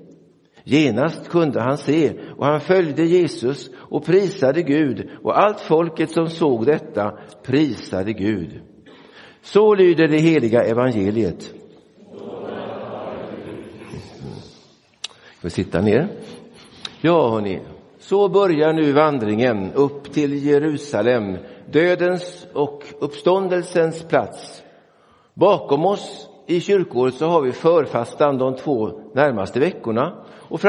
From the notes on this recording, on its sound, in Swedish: Inspelad i Roseniuskyrkan den 11 februari 2024.